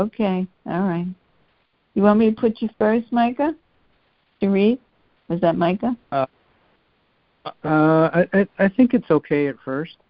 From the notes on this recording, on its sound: joining together on a Free Conference Call